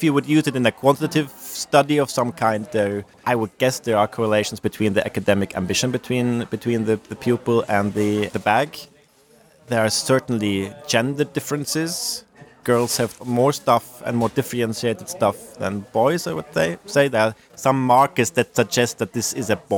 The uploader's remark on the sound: this interview took place at the 2023 NERA conference in Oslo